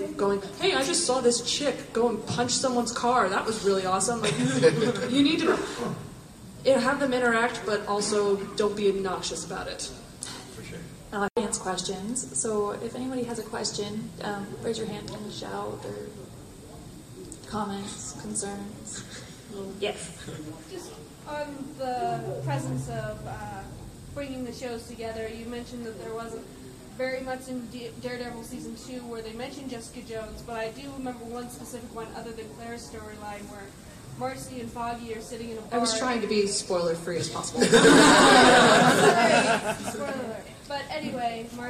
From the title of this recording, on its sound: Panel FanX 2016